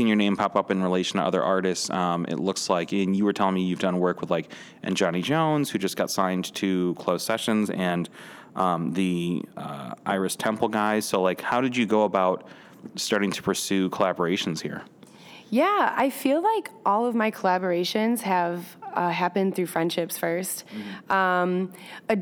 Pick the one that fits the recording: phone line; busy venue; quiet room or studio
busy venue